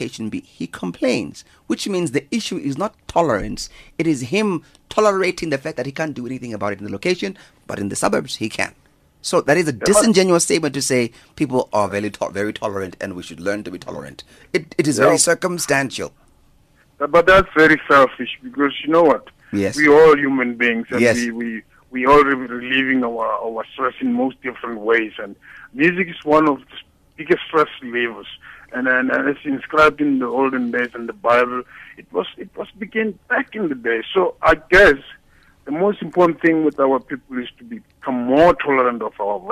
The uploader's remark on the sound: Guest on the phone. Guest in studio.